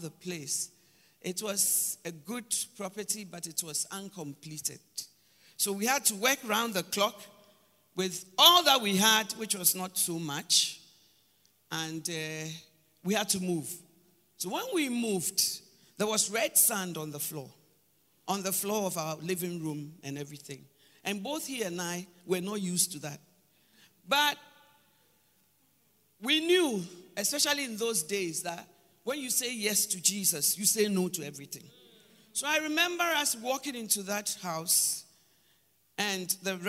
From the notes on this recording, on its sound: Preached at Palace Breakfast and Summit, April 2023